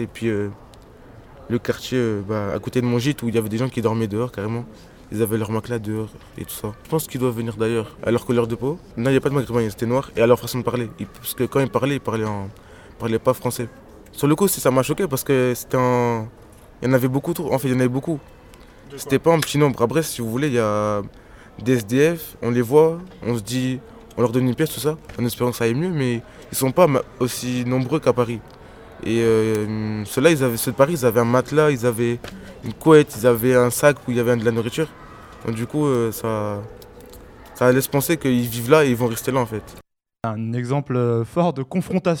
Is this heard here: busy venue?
yes